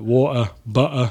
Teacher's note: the T just disappears yeah. completely